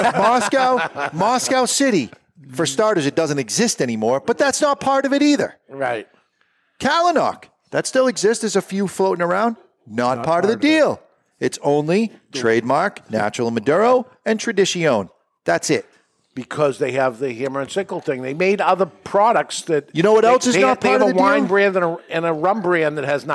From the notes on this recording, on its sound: Broadcasting live from the Toscano Sound Stage in Salem, New Hampshire. The Cigar Authority is a member of the United Podcast Network and is recorded live in front of a studio audience at Studio 21 Podcast Cafe upstairs at Two Guys Smoke Shop in Salem, NH.